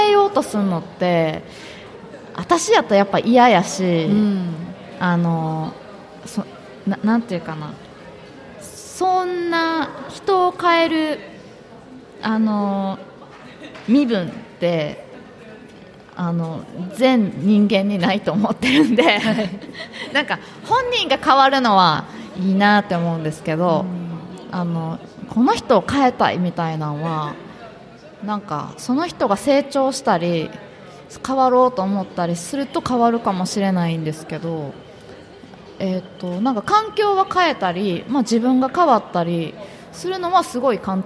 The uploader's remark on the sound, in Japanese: 公開収録